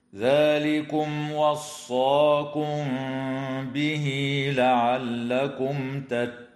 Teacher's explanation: وتوصل هاء الضمير في قوله تعالى به لعلكم بياء تمد وصلا بمقدار حركتين · أما الميم الساكنة في قوله تعالى وصاكم به فحكمها الإخفاء الشفوي مع الغنة